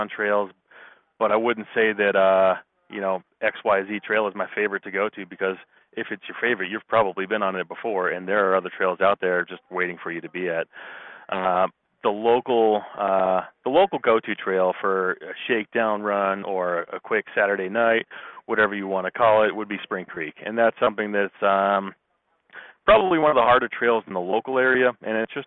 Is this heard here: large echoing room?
no